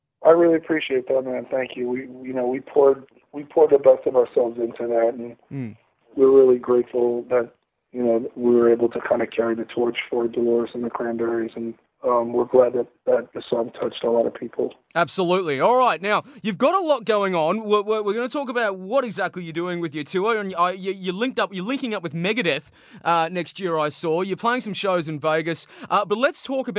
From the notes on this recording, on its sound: got on the phone